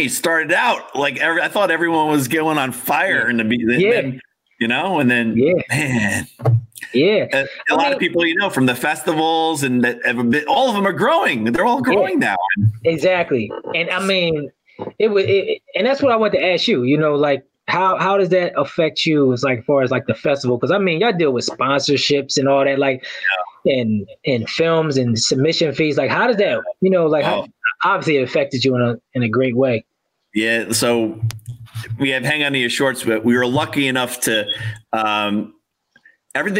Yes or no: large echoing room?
no